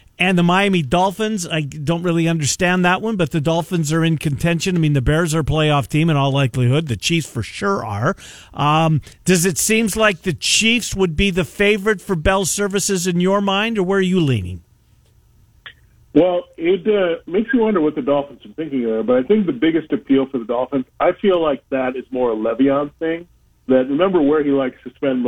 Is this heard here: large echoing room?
no